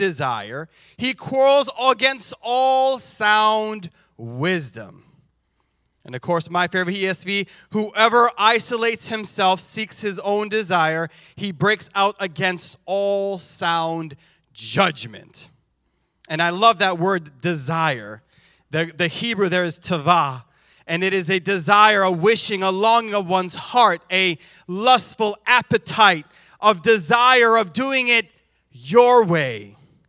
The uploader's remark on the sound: This JAT was recorded live on October 2nd, 2022 at Newark United Pentecostal Church.